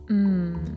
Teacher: a bilabial sound, a bilabial nasal like mm